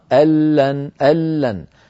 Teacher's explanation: الآن الكلام على كلمتين جديدتين، كلمة أن مع كلمة لن، أن مع كلمة لن، أن لن، أن آخرها نون ساكنة، لن أولها لام، فاجتمع في النطق نون ساكنة بعدها لام، ونحن نعلم بأن النون تدغم في اللام. ففي القرآن العظيم جاءت أن لن على نية الوصل، يعني كتبت من غير نون، ألن على طول همزة لام نون كالكلمة الواحدة في موضعين.